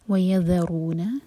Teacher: ذال یہاں پر ز کا ساؤنڈ نہ آئے